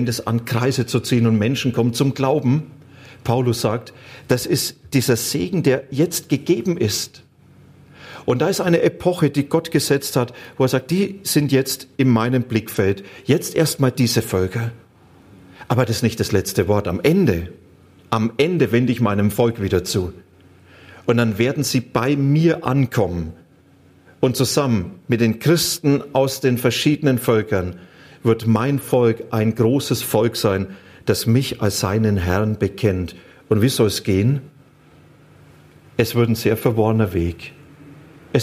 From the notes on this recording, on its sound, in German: Die Aufzeichnung wurde im Rahmen eines Live-Stream Gottesdienst aufgenommen.